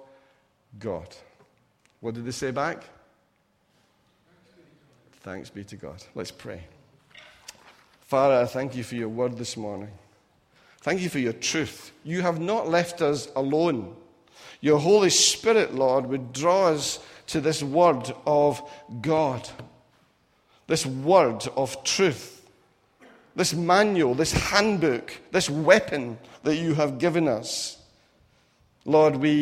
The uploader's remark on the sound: Recorded at freedomcentre church, Preston on Sunday 28th January 2018